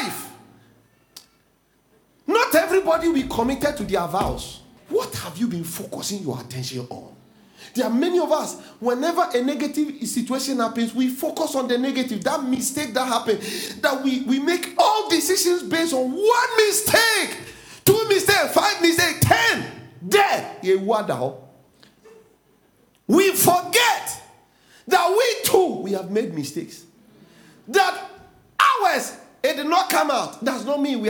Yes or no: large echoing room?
yes